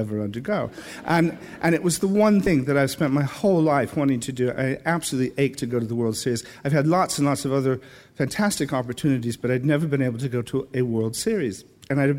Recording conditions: live audience